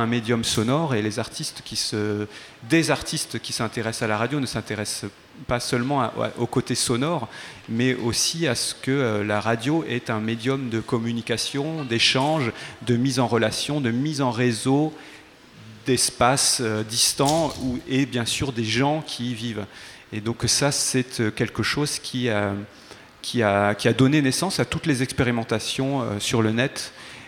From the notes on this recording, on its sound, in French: Enregistrée depuis le salon de microédition Impressions multiples de l'Ésam de Caen/Cherbourg.